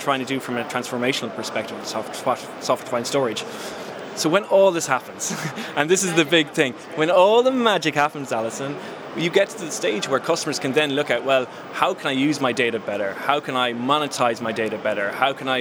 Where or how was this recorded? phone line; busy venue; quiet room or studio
busy venue